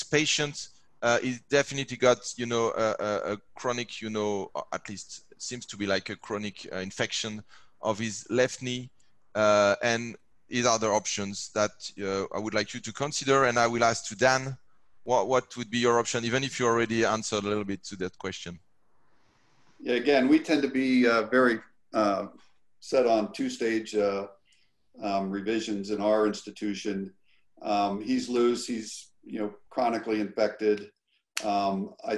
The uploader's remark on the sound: This replay from our 2020 ISAKOS Webinars features case based discussions with an expert panel.